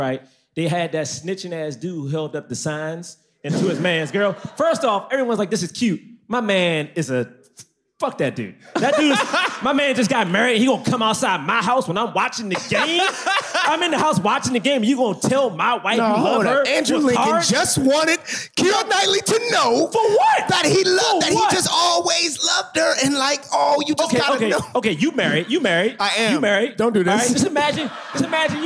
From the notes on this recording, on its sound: LIVE from London Podcast Festival